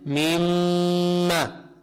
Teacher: هذه الميم مشددة بغنى مقدار حركتين، ما تنسوها، النون المشددة والميم المشددة مقدار حركتين.